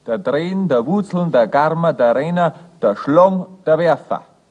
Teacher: Die in der bayerischen Mundart unentbehrliche Vorsilbe der, gesprochen da, mit einem hellen kurzen A, will annähernd das gleiche wie die schriftdeutsche Vorsilbe zer und in gewissen Fällen er und fer.